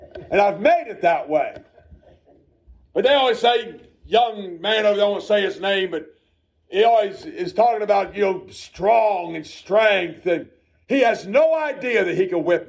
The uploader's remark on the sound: A message preached at Shippensburg Independent Baptist Church.